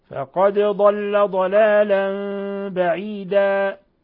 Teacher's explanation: حيث قلبنا النون الساكنة التي هي تنوين لأن التنوين هي نون ساكنة قلبناها ميما مخفى عند الباء. فقد ضل ضلالا بعيدا ولاحظوا الوقف على تنوين الفتح بالألف العوضية بما يسمى بمد العوض. · Term: إقلاب